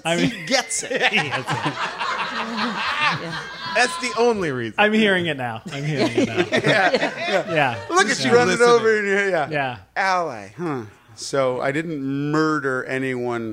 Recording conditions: live audience